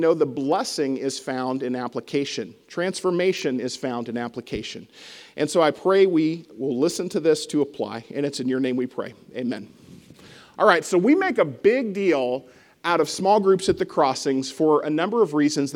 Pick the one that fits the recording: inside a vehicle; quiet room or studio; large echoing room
large echoing room